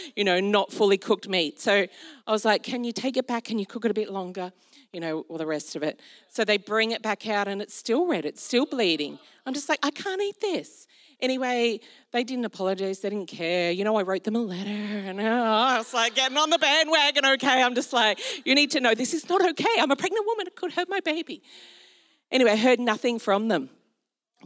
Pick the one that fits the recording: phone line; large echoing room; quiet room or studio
large echoing room